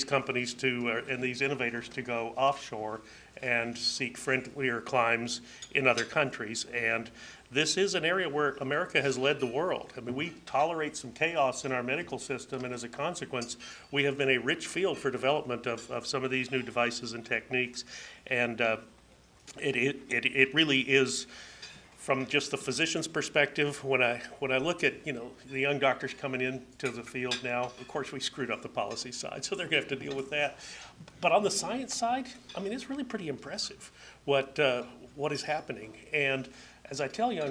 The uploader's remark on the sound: At Ripon Society Health Forum on April 14, 2011